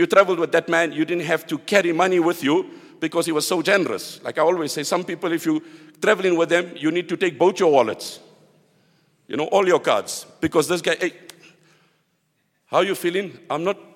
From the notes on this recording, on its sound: at the Houghton Masjid (West Street)